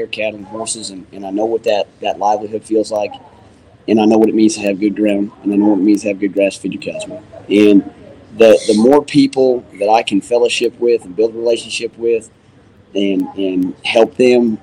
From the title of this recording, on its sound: LIVE FROM CFD OLD WEST MUSEUM